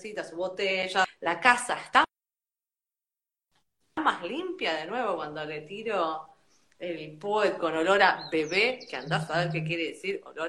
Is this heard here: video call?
yes